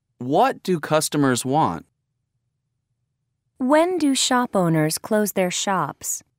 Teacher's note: When we ask a question with what, when, where, and why, the speaker's voice first rises and then falls at the end of the sentence. · Term: intonation of WH questions